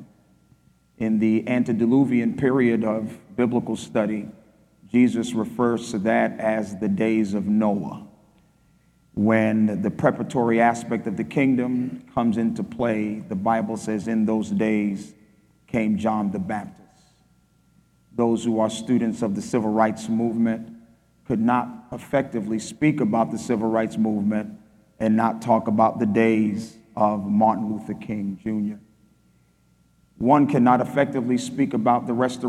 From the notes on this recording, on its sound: spoke at our REFRESH conference in Nassau, Bahamas